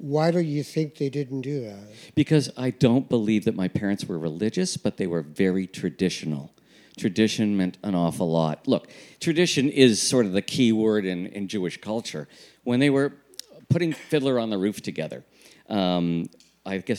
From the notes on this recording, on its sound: Part of a series of live tapings of The CJN's podcast Not That Kind of Rabbi. At the Prosserman JCC. As part of a series of live tapings of The CJN's podcast Not That Kind of Rabbi.